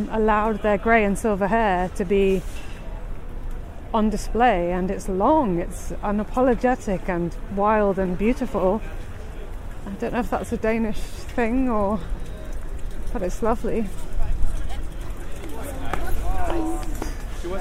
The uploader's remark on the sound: Copenhagen Nørreport. This podcast is recorded in 3D sound! Join her out and about as she captures those small, magical moments of everyday life, in sound.